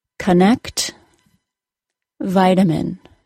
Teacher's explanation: An example of schwa being pronounced as a short U sound is the first syllable of the word connect, or the second syllable of the word vitamin.